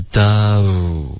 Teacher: down 要注意是个双元音不要噔噔的这个音